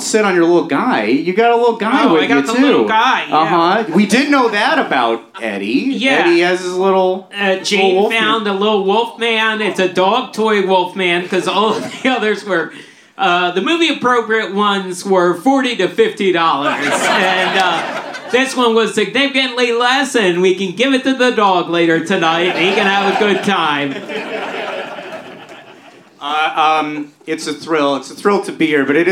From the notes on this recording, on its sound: This time we're dressed like The Munsters and there's a live audience! Recorded live at Dynasty Typewriter.